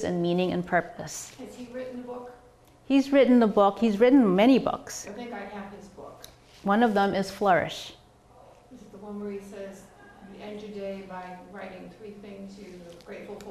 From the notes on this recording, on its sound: This is a recording of a presentation from the Ames Free Library in Easton Massachusetts.